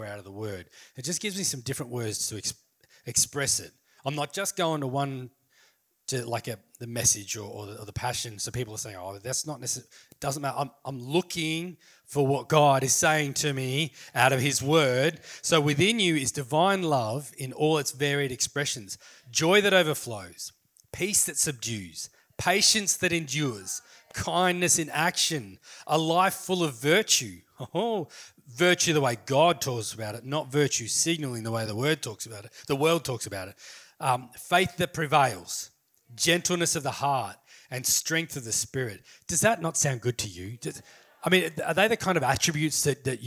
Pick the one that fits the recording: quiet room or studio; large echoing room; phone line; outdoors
large echoing room